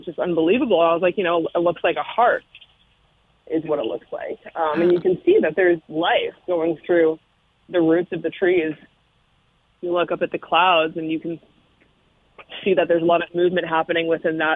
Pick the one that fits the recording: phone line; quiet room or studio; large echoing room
phone line